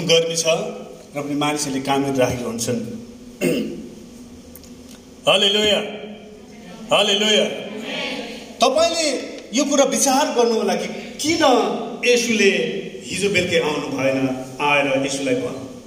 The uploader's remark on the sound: Sermon preached in sgnc service.